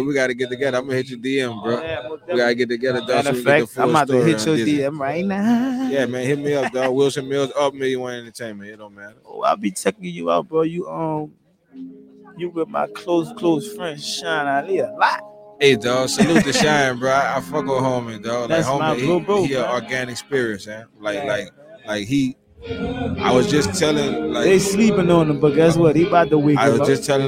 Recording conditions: busy venue